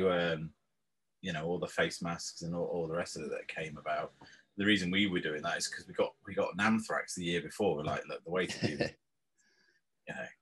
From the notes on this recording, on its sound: Unfortunately there was a technical error at the start so a small part of the intro is missing, sorry!